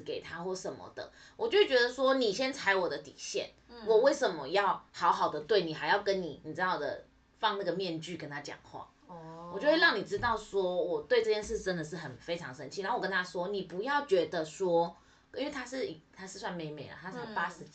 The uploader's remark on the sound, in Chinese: 但因為預錄集數和錄音地點的關係，所以目前還在努力測試中。雖然暫時還是會聽到不完美的音質，但之後會越來越好的喔～。